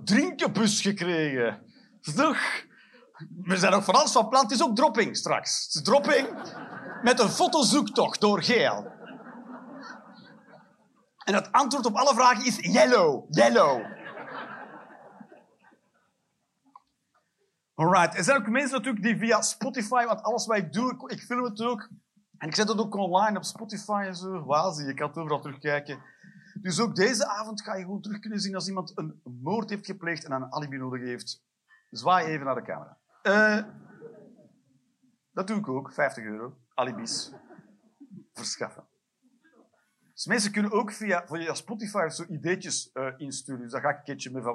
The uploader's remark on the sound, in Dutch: Live 30 September 2023, Cc De Werft, Geel.